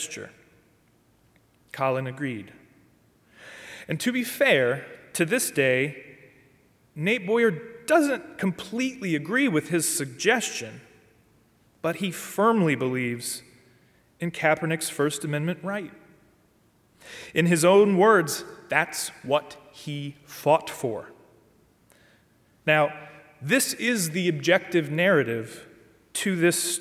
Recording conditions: large echoing room